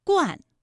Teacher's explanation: 它的前鼻韵母是乌安 · Term: 前鼻音